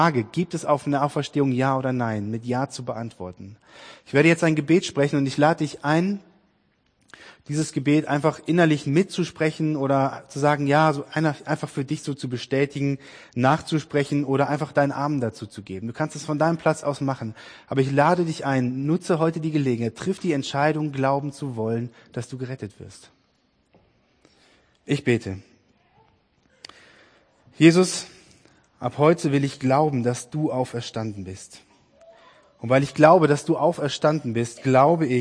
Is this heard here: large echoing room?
yes